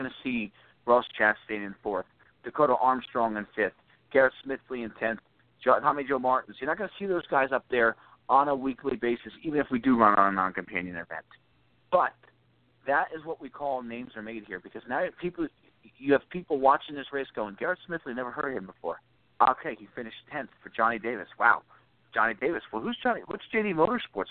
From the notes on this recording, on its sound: we'll take some phone calls!